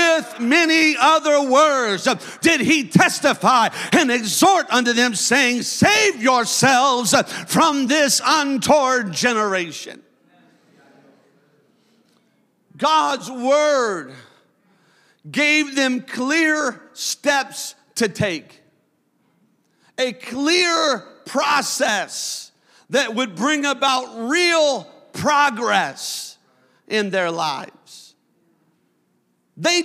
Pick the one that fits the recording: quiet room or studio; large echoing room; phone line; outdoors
large echoing room